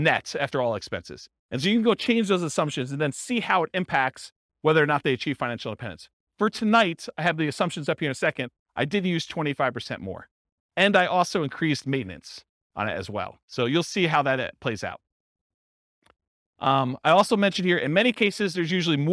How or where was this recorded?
live audience